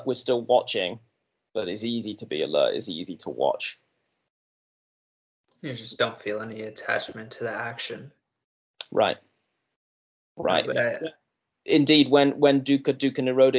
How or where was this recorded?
video call